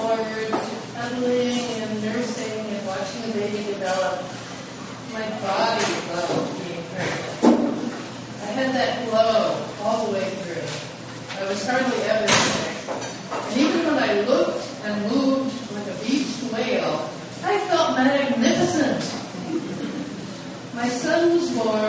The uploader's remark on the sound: told her story at Story Night, held regularly on the first Thursday of the month at the Cloverleaf Sports Bar and Grill in Bremerton